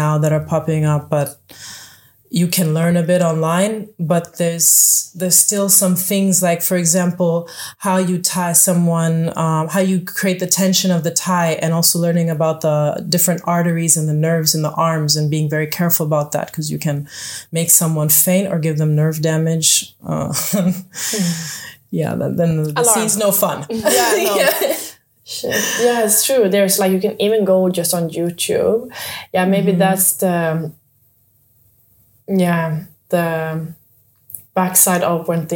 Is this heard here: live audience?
no